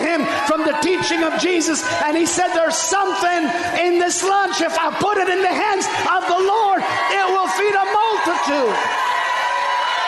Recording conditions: large echoing room